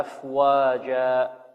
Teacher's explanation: وكما تعلمون أن التنوين المنصوب في بعض حالاته عند الوقف يبدل ماذا؟ ألفا، يبدل ألفا أفواجا، ولذلك نقف عليها بألف مقدار حركتين